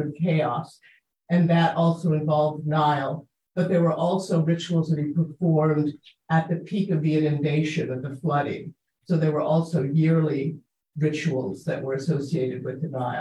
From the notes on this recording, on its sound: At Temple Beth Am, Los Angeles.